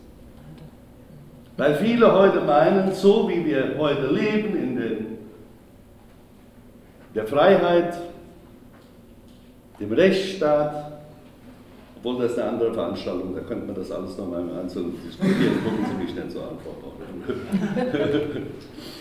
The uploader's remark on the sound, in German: Mitschnitt der Veranstaltung von Kulturhorizonte e.V. In der Musikschule Klassika e.V.